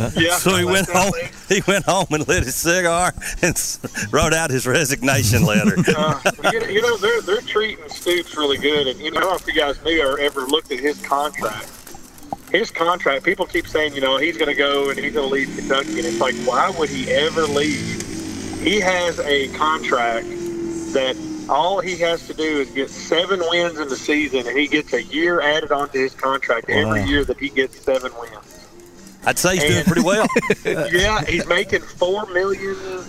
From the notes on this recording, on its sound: Live at the Sportsplex Car Show